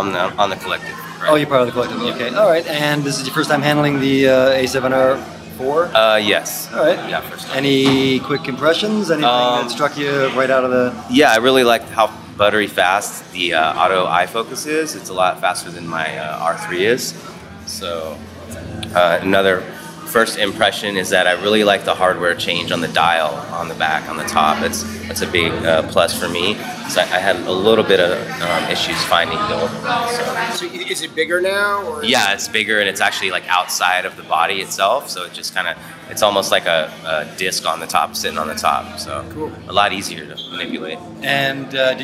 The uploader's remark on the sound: We took our portable recorders to an elegant mansion along Central Park, which had been decked out by Sony as a series of stylized photography sets, complete with full lighting, backdrops, and models. They also happened to have on hand many brand-new Sony Alpha a7R IV Mirrorless Digital Cameras and hundreds of lenses for the guests to shoot with in these mini studios.